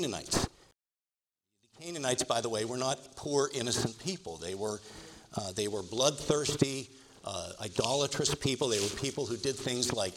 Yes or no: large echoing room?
yes